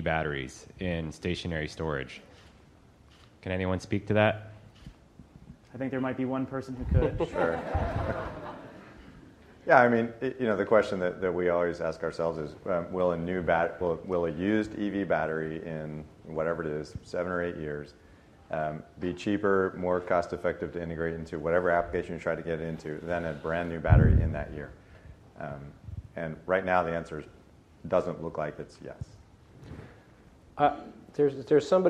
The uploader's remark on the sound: In this week’s podcast, we’re live at Greentech Media’s Solar Market Insight conference.